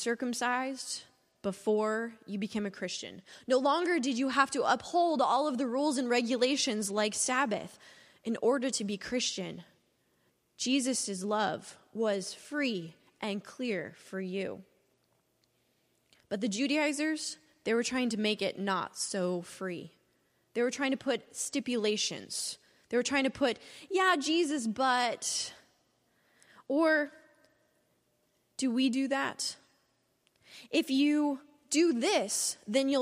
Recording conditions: large echoing room